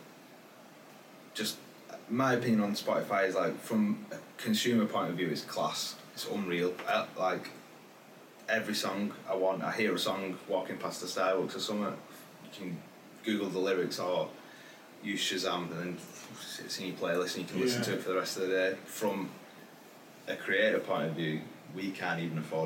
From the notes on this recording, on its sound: A few technical problems with the space on his laptop meant that we had to use the camera audio for this episode!